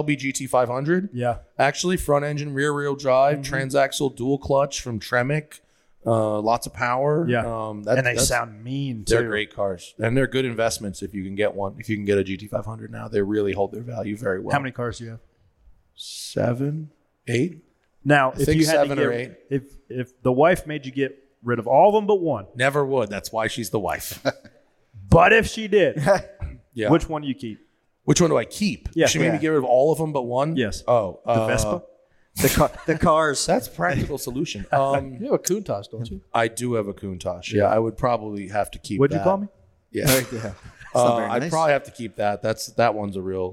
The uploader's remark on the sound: live from Race Service in Los Angeles